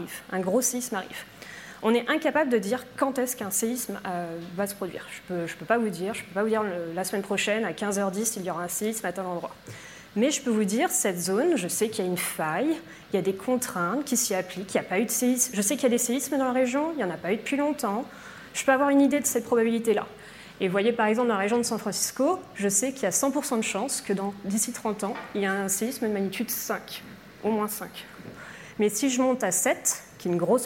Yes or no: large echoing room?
yes